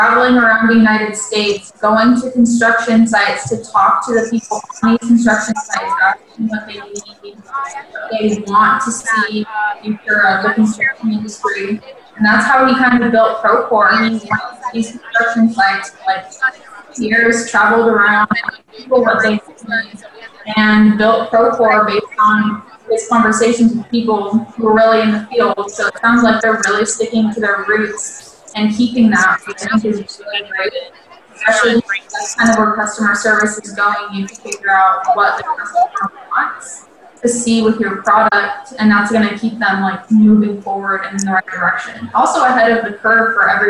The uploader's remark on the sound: films at Procore's conference, Groundbreak, in Phoenix